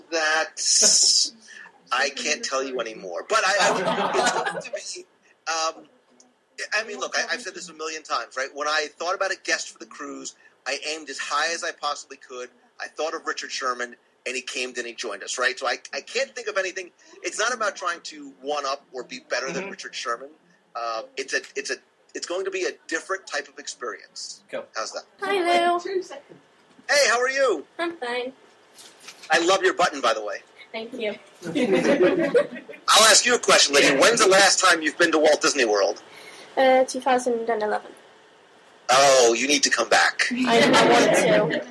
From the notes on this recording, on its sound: The Girls Live from Nottingham. A live recording. In this episode we share our recordings from the Minnie Mingle we had in Nottingham earlier this month. We are not very good with technical things. In the 1st feature the girls record a live show.